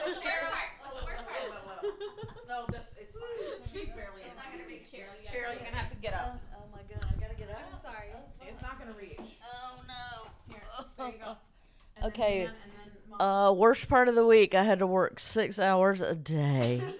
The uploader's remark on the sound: This week's episode, the ladies are in person in Savannah. You get the whole group of ladies and one mic.